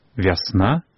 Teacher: На месцы А нельга дапускаць гуку І.